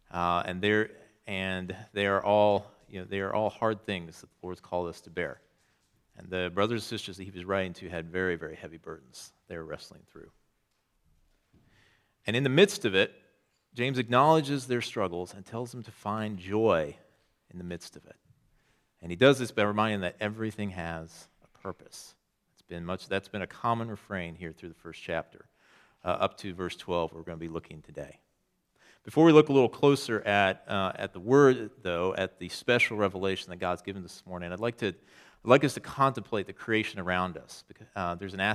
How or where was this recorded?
large echoing room